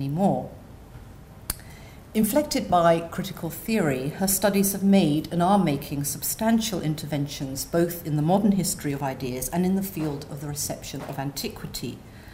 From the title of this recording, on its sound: Inaugural Lecture